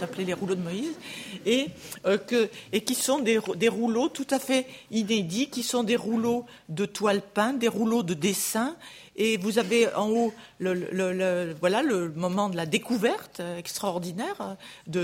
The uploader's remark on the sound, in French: Enregistrée le 29 janvier 2016 dans le cadre du colloque. Dans le cadre du colloque « Mobiliers, ensembles, décors.